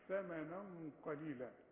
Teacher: الغنة تخينة علشان القاف تخينة